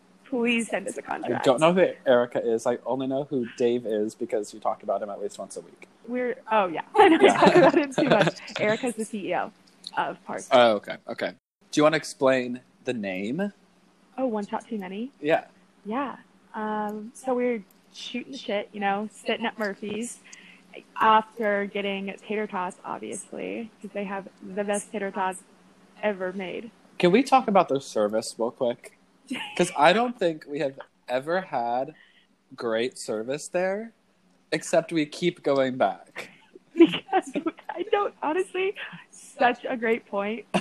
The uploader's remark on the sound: There are some audio problems that should be fixed starting episode two.